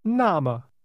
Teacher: Say, in that case, or then, using two falling tones.